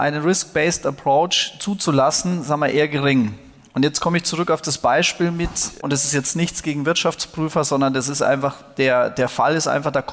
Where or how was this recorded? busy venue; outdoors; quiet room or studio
busy venue